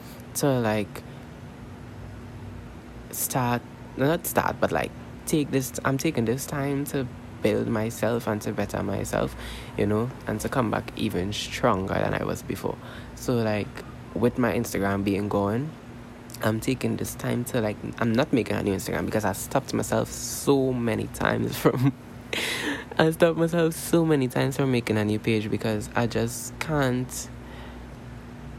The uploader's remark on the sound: This episode was so unintentional, but I'm uploading it anyways. I do apologize for the background noises.